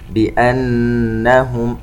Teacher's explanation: نون مشددة تغن بمقدار حركتين